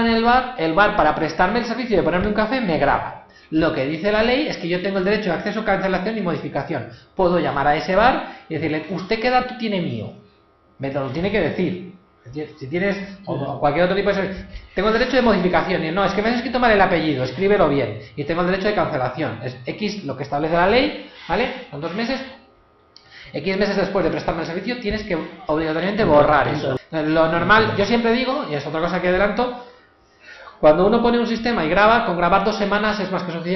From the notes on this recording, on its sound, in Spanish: Contenido de audio grabado durante la Open Class